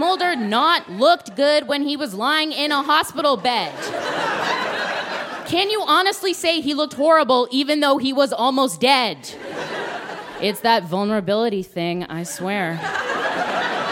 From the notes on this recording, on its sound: Recorded live at The Gladstone Theatre in Ottawa.